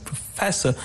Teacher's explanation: the stress is on the second syllable